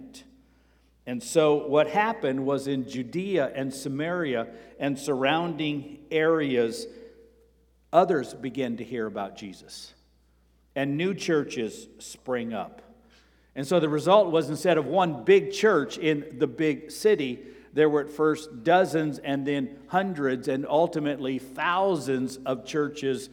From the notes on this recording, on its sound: Sermon preached on October 1 at Avondale Baptist Church